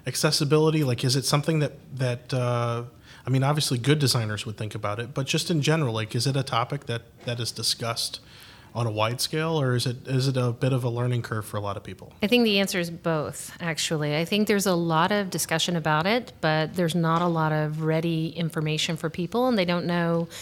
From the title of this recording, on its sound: Live From Agile Midwest